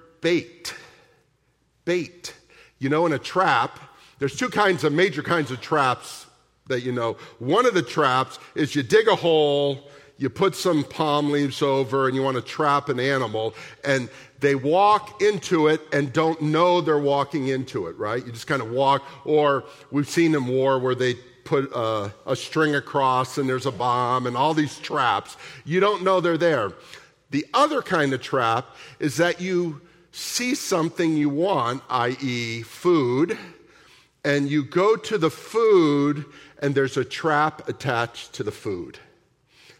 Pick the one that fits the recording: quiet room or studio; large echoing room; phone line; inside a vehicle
large echoing room